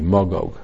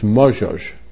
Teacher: we pronounce both as a hard G, Magog. But really, according to Yemenite pronunciation, it's Mozhoj. It's a soft G.